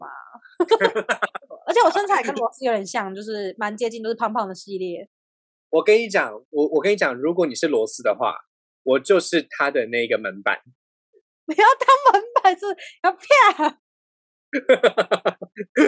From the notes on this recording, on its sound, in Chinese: 本集採遠距錄音，因網路問題，時有斷訊、音訊不良或是雜音狀況產生